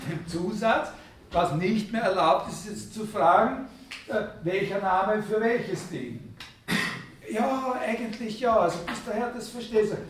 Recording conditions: large echoing room